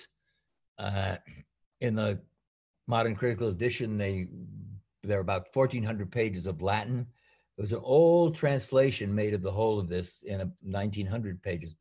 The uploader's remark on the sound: A webinar recording from April 7, 2020